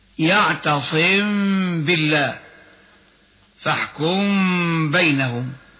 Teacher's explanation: اي اخفاء الميم قبل الباء مع الغنة